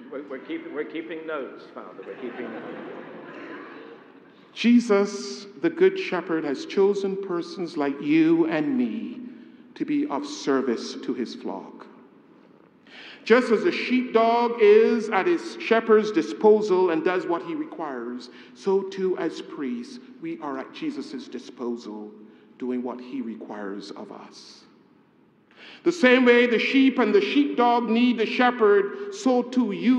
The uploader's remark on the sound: A homily preached on the occasion of the Installation